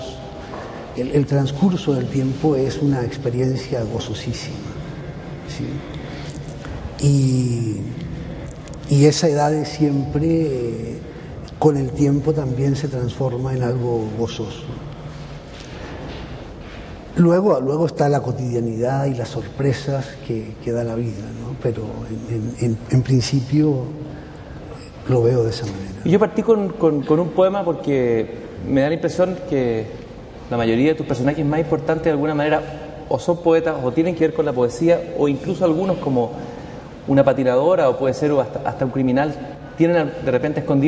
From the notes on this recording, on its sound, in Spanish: grabadas en la Feria Internacional del Libro de Chile, en 1999